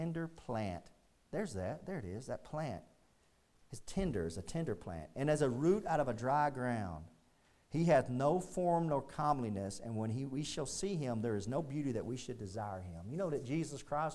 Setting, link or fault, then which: setting, large echoing room